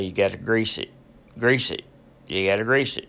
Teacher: The noun grease is pronounced with an S, but this consonant is turned into a Z in the adjective in the verb to grease something